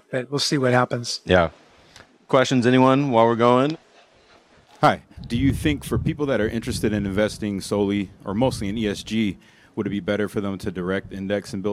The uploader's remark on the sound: Live at Future Proof!